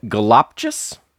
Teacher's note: It's the lop, the second syllable. And you guessed it, the other two are schwa's.